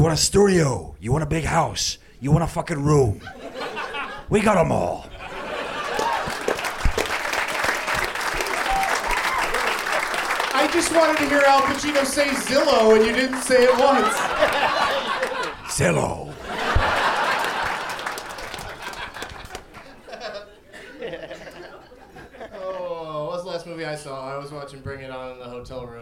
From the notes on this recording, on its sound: Live from the Punchline in Atlanta